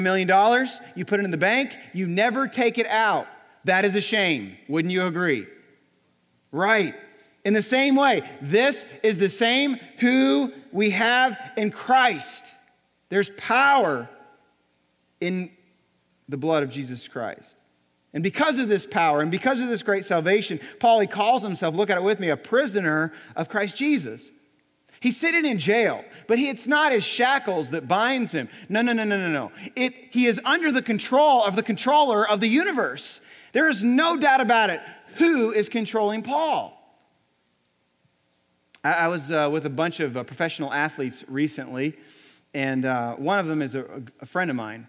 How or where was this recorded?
large echoing room